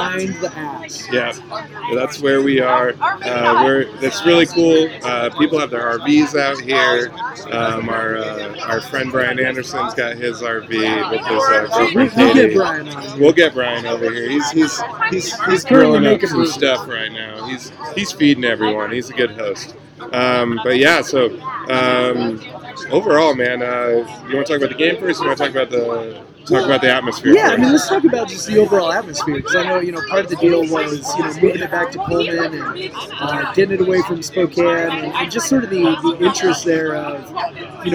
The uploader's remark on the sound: Live show! From the postgame tailgate. We hauled our microphones and computers over the mountains and then hauled them out to record a podcast after watching the spring game. There were too many people to name.